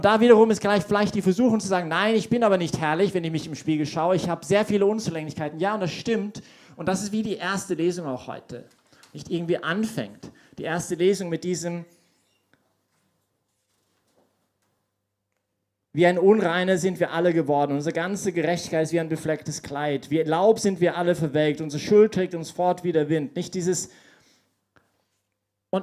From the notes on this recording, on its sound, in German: Diese Predigt wurde bei der YP Messe